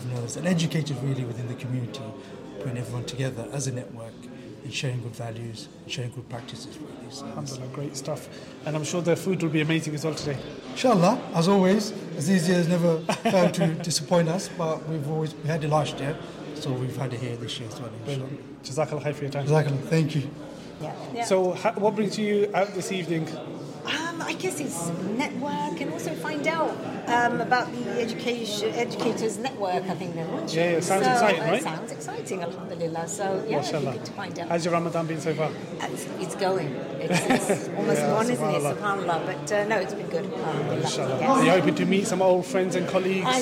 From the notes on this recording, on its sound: Red Carpet Interviews - Nida Trust Ramadan Iftar.